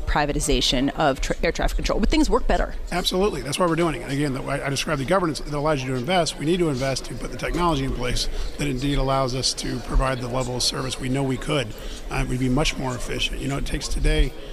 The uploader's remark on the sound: Live from Pershing's INSITE 2017 conference at the Manchester Grand Hyatt in San Diego.